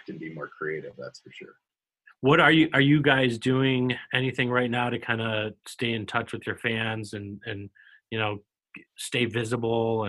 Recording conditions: video call